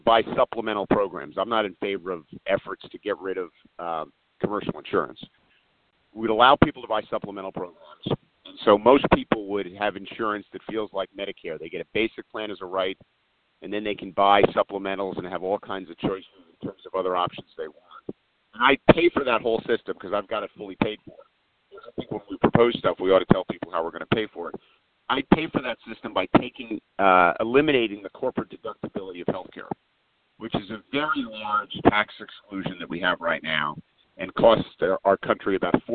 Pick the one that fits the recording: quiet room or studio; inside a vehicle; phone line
phone line